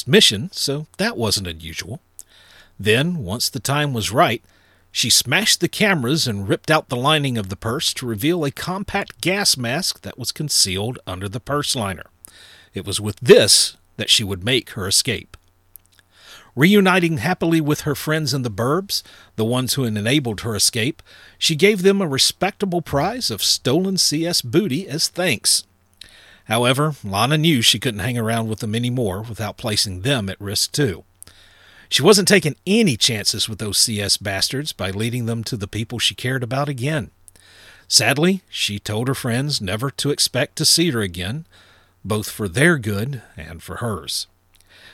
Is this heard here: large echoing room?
no